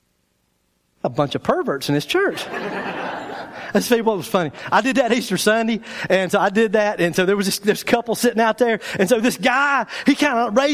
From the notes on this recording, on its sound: our speaker for the 2013 Spring Bible Conference at Day 3 Church.